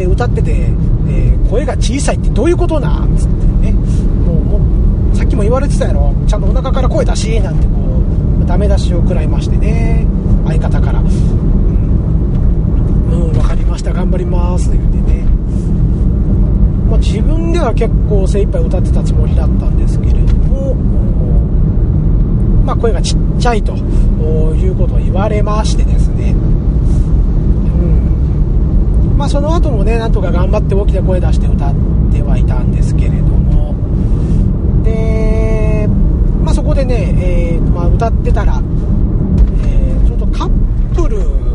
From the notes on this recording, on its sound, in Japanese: 今回も車中録音ですので、聞き取りにくいと思いますが、ご容赦下さいませ。